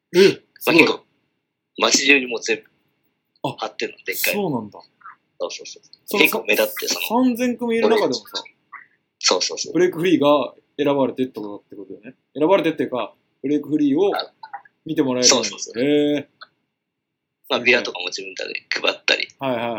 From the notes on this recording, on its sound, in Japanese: Skypeを通して、エジンバラでの生活をお届けしてくれました。